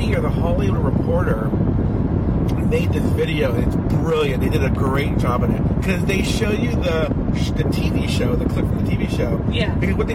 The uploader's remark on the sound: Talking in the car as they drive to a studio to record some podcasts.